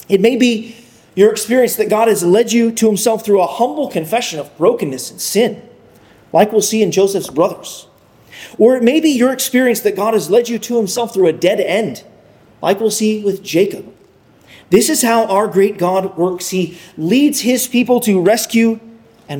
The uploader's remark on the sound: Sermon preached. At Arlington Baptist Church in Arlington, Virginia.